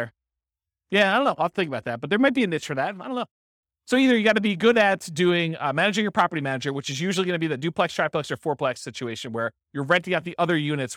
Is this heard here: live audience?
yes